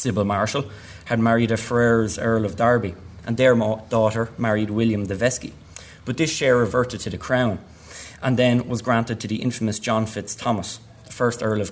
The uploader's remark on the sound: at the 2022 Tudor and Stuart Ireland Conference